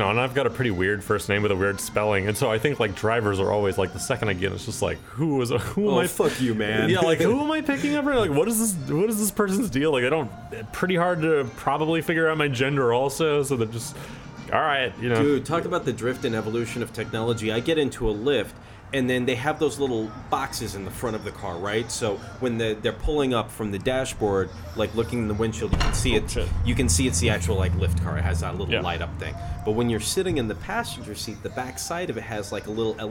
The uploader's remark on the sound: This episode was recorded over beers and french fries on the patio at Sawyer and Co in Austin Texas.